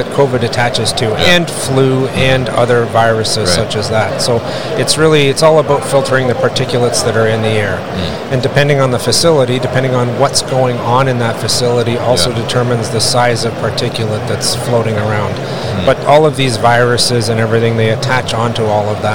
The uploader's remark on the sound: Ideal Warehouse at MODEX 2022